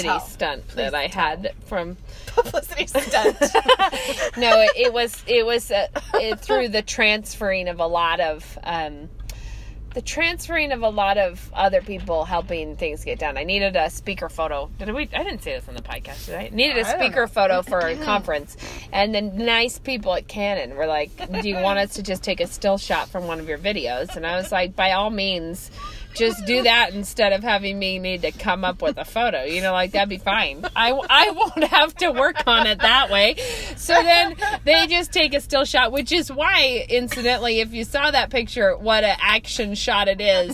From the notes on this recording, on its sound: We have. This week we are lurking behind Goodwill in our usual spot. In the car with us!